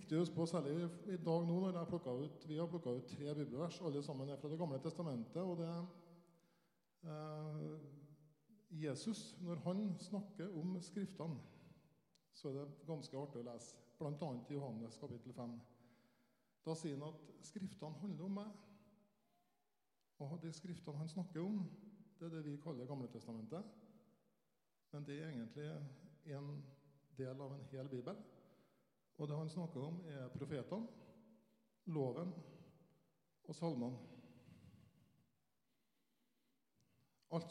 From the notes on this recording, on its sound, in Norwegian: Selve talen har noe svak lyd, så skru gjerne opp